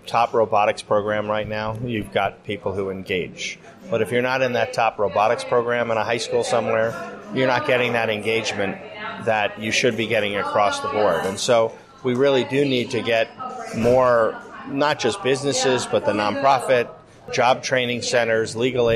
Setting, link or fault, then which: setting, live audience